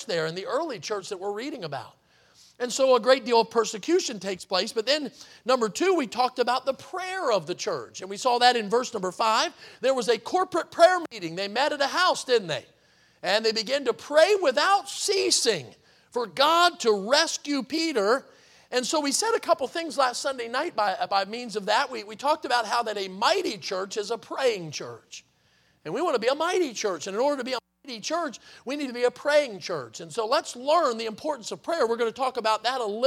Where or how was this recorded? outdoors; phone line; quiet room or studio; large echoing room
large echoing room